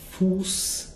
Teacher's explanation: That's a longer closed U